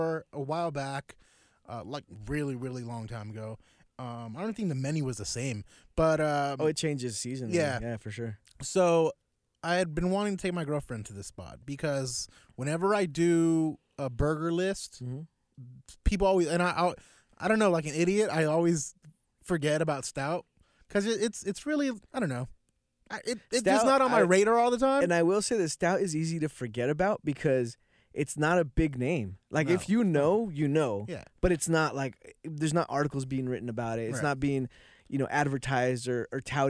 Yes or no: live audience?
no